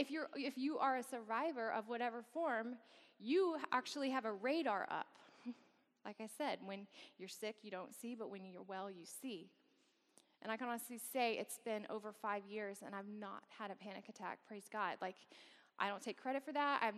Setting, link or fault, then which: setting, live audience